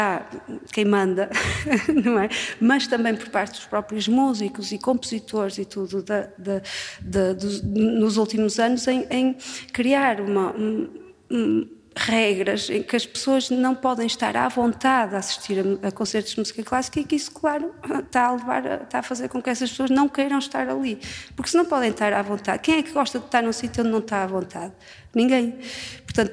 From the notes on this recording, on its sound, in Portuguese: Ao vivo. Gravado no Coliseu Porto Ageas. A dado momento, o microfone da apresentadora ficou sem pilhas.